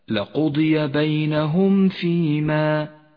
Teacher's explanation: الإظهار الشفوي في قوله تعالى لقضي بينهم فيما، بينهم فيما، الميم الساكنة وبعدها حرف الفاء، تكون الميم أشد إظهارا إذا جاء بعدها حرف الفاء لأن حرف الفاء قريب من مخرجها، فانتبه واحذر أن تخفيه، اقرأ هكذا لقضي بينهم فيما.